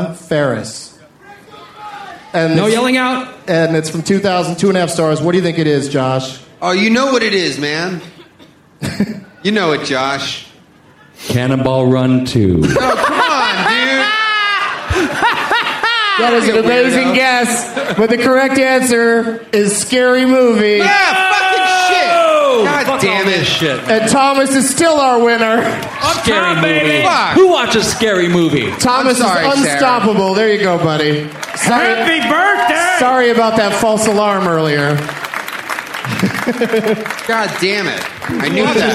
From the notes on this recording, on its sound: Recorded on the … Cruise on January 22nd, 2012.